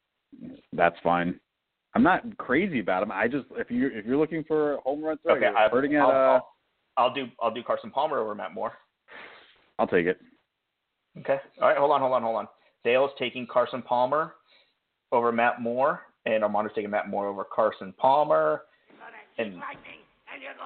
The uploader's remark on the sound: LIVE SHOW! We are discussing playoffs, waiver wire pick ups, and taking live calls.